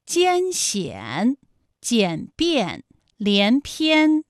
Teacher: 发 i 后软腭下降，逐渐增强鼻音色彩，舌尖迅速移到上齿龈，最后抵住上齿龈